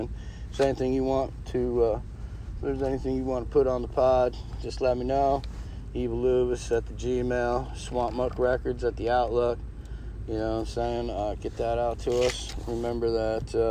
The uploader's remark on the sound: We are live from the French quarter New Orleans